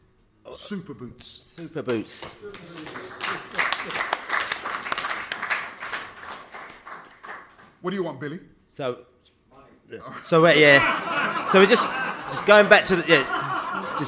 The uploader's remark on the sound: They had the audience in stitches - cracking joke after joke. At the fabulous Drayton Court Hotel in Ealing to see the season off in style at their end of season Pride of West London Bees-Up.